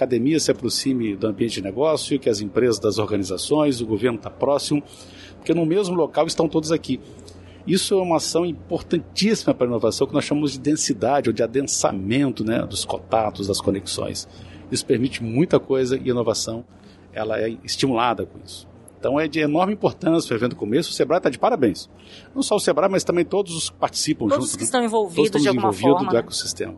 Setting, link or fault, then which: setting, busy venue